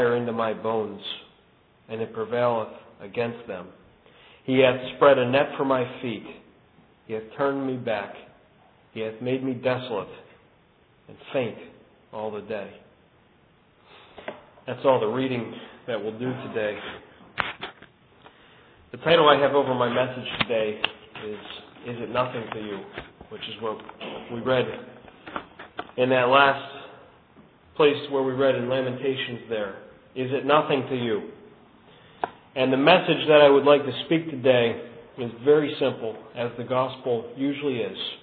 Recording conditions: large echoing room